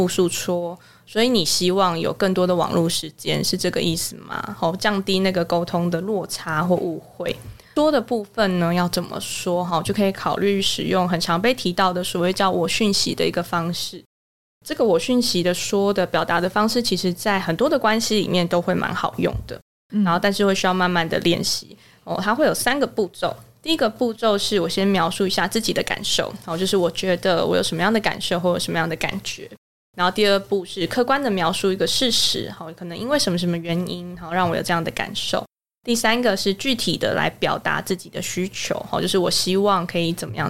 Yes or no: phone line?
no